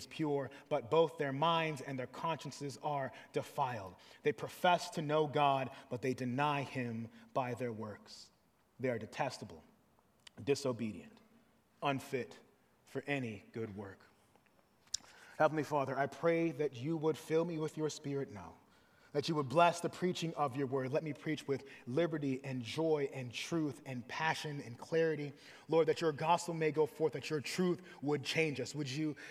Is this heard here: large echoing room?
yes